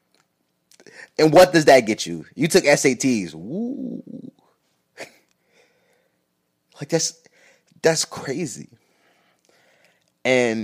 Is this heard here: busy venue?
no